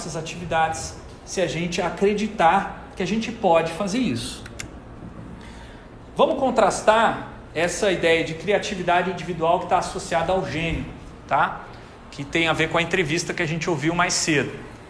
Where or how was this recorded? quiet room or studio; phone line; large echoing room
large echoing room